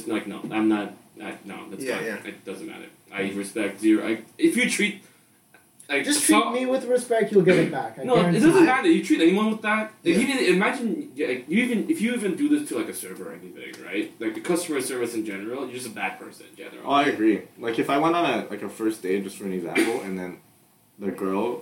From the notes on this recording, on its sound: are you recording from the computer or the mics?”(Revenge of the Terrible Audio)